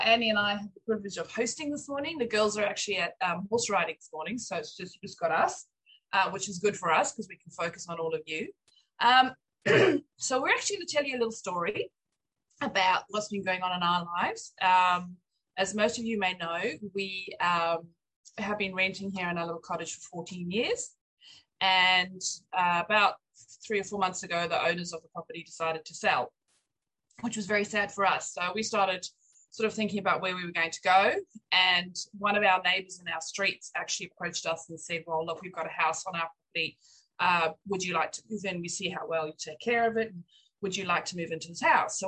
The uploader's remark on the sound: ZOOM Church